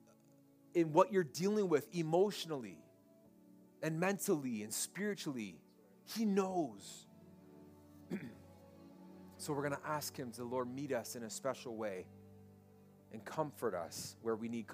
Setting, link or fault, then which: setting, large echoing room